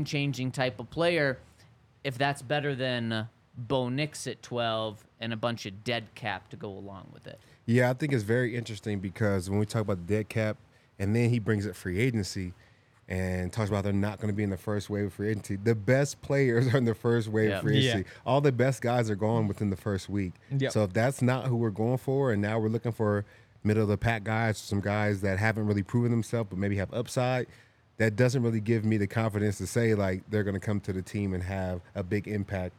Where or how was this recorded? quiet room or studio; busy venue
busy venue